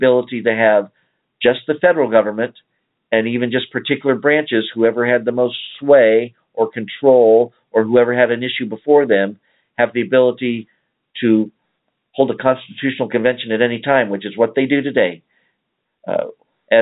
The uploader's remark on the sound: save some time for phone calls